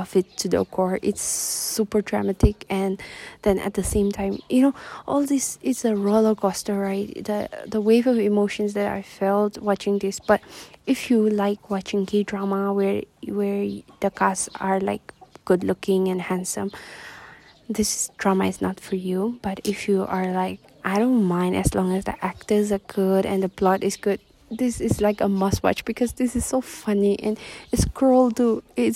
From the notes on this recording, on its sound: Also forgive the windy episode